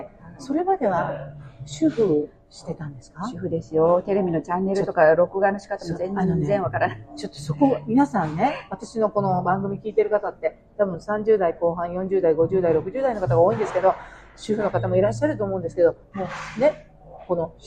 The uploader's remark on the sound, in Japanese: カフェでの収録のため聞きずらいところがございますが、何とぞご了承ください。